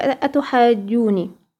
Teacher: في مثال اخر في كلمة اتحاجوني، هي نفس الكلام، اتحا الف وبعدها جيم مشددة، التقى كده ساكنين اللي هو الالف مع اول الساكن في الجيم المشدده · Term: المد اللازم الكلمي المثقل